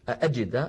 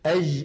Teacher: فإن الجيم العربية الفصيحة شديدة يعني ينحبس الصوت · Shown in: first take